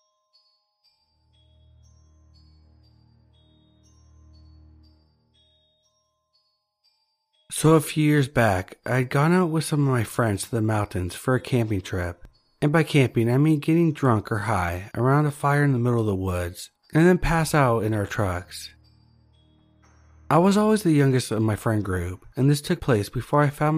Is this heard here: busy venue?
no